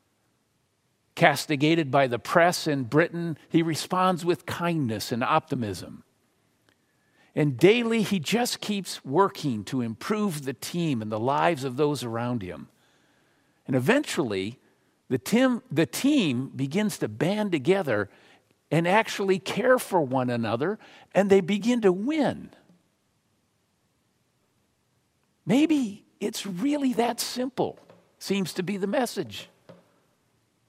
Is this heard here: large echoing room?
yes